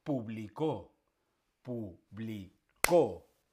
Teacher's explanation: El acento está en la última sílaba y sí que lleva tilde.